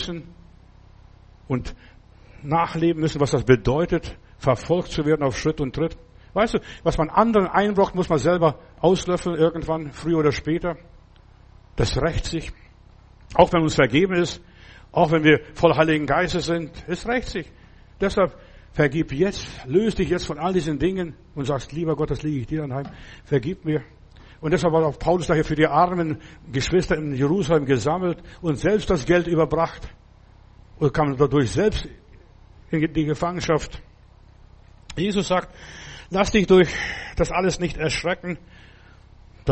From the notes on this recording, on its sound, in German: im Gemeinde-Zentrum in Berlin aufgenommen